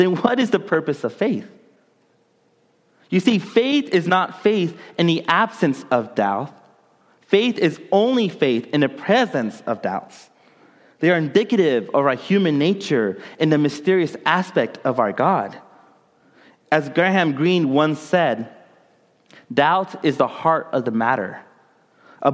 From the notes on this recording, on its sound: during the Contemporary Worship service